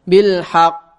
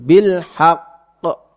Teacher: Kemudian untuk yang terakhir adalah tasydid, yang akhirnya adalah tasydid, itu hendaknya ditekan dulu sebelum dilepas.